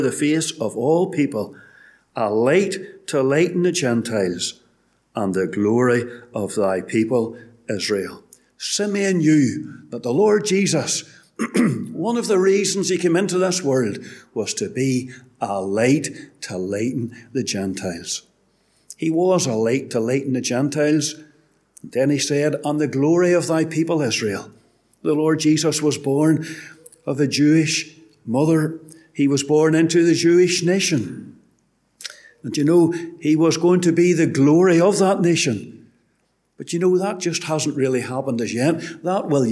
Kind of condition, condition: setting, large echoing room